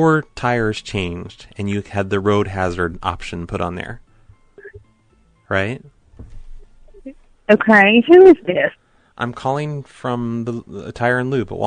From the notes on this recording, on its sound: Prank Phone Calls